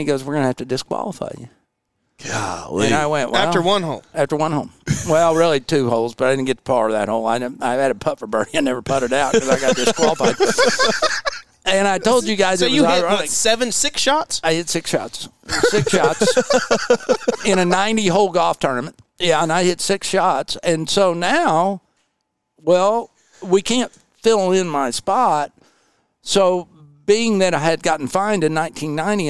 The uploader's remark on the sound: LIVE FROM JIMMIE AUSTIN!